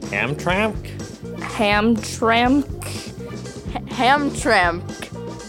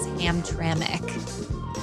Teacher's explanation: They're so close, but they're not picking up on that invisible vowel sound that us locals insert between the M and the C · Shown in: second take · to get it to come out as Hamtramck.